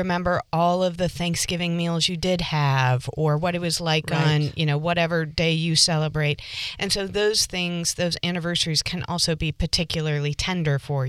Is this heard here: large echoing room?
no